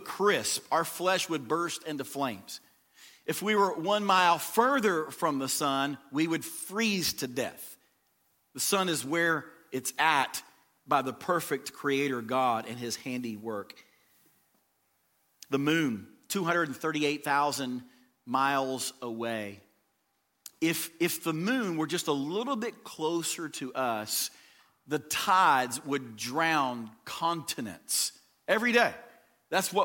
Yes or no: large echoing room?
yes